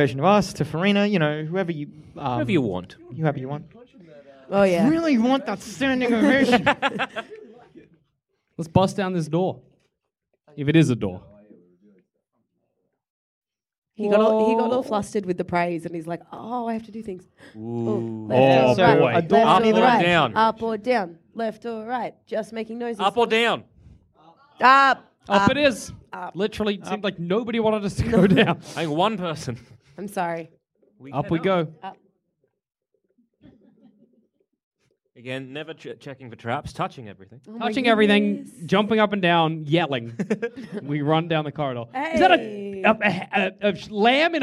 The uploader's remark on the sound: Our heroes climb up on stage, grab a fistful of dice, and play a live game of dungeons and dragons. It's D&D is for Nerds Live and unedited like you've never seen it before!